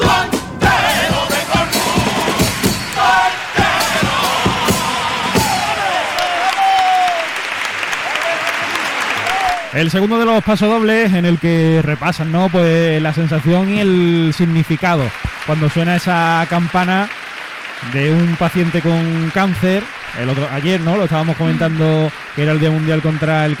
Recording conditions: live audience